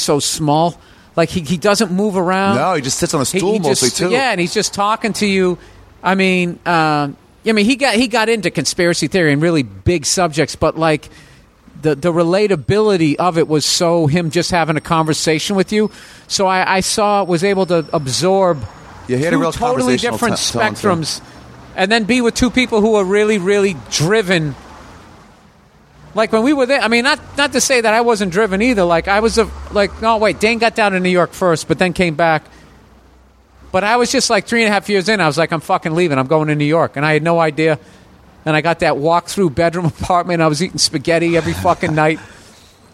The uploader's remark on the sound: sat out on the patio of the Comedy Store one day